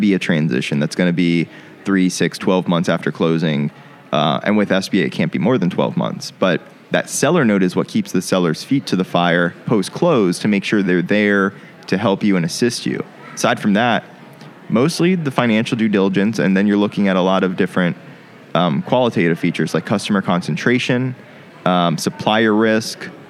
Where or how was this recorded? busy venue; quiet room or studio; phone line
busy venue